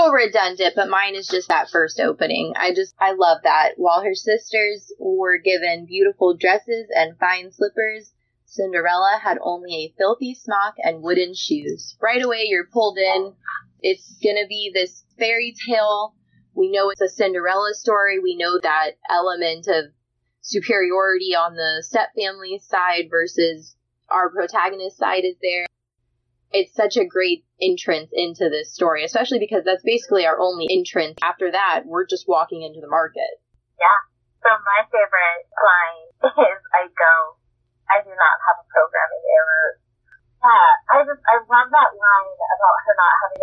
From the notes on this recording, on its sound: What this episode lacks in audio quality it makes up for in content!